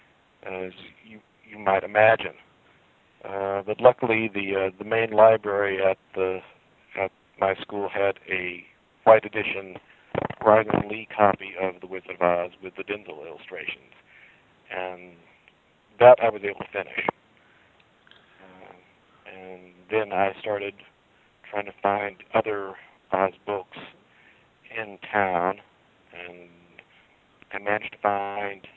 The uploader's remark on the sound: This interview was "phoned in" and the sound quality is not pristine.